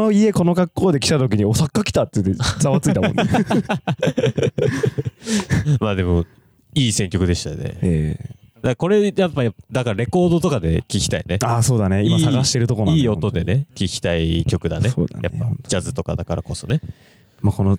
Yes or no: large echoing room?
no